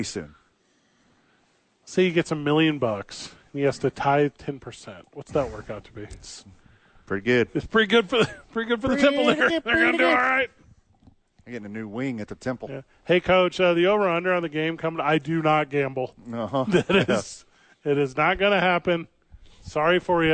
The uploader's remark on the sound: live from Nob Hill at The ABQ Dukes Store!